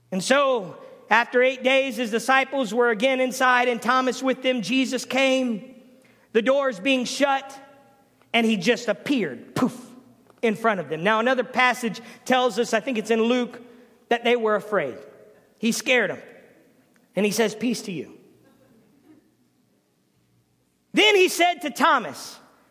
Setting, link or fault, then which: setting, large echoing room